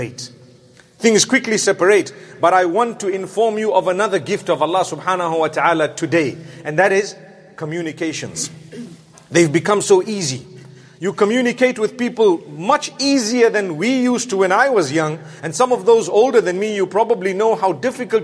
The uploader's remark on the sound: Jumu&#8217;ah Lecture from London Holloway Masjid